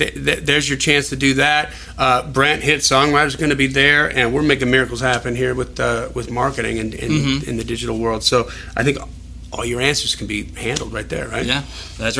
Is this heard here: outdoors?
no